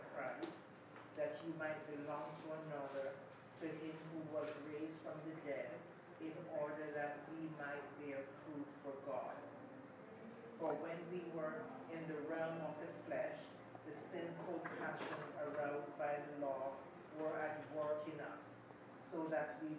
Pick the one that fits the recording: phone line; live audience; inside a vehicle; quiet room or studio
live audience